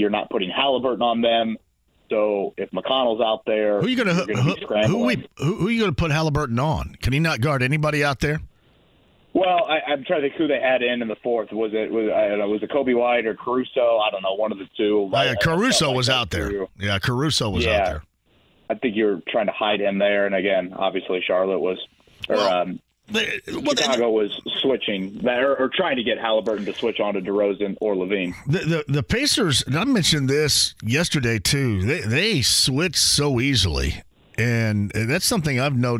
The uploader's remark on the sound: A phone call from a Pacers fan. Answer questions from listeners online.